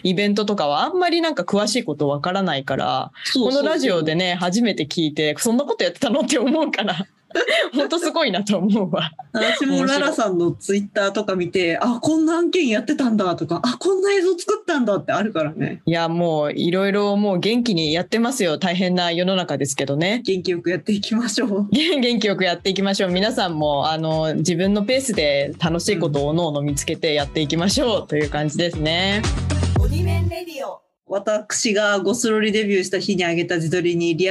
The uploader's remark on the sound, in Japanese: 久々のリモート収録です。今週は久しぶりのリモート収録です！